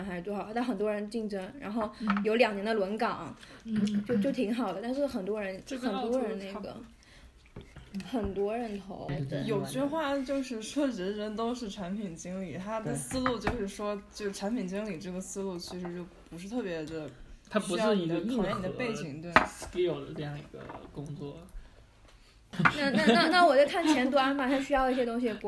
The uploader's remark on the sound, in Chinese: 这期是一边吃披萨一边录制的，所以偶尔会有杯子叮叮当当和嚼披萨的声音。